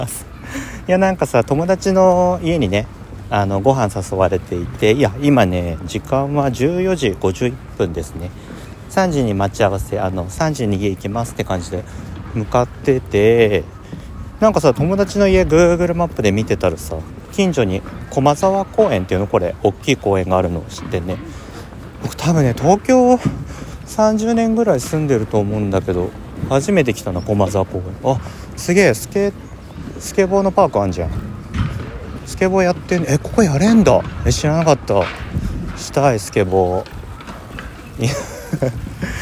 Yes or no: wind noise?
yes